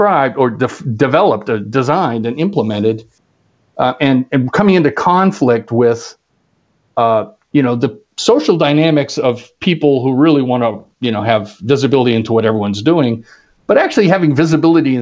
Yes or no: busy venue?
no